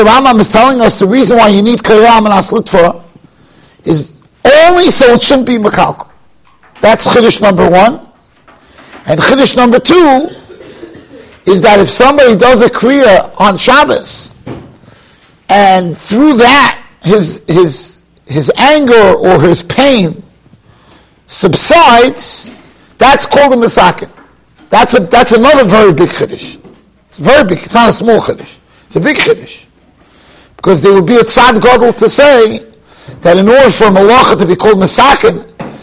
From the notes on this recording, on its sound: Shiur recorded in Yeshivas Ohr Reuven, Monsey, NY.